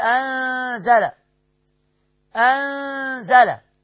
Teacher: الزاي دي لما تيجي بعد النون الساكنة يبقى إخفاء حقيقي.